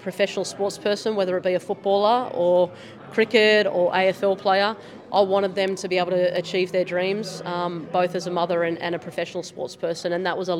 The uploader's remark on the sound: Recorded live at the NSW Champions of Sport Awards 2023.